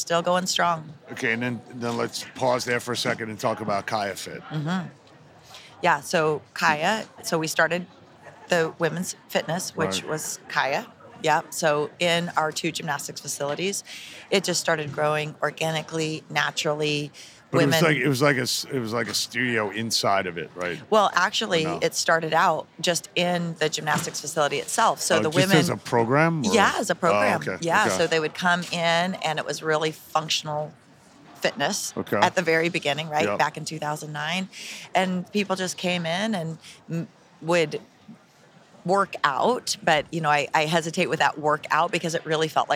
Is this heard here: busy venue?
yes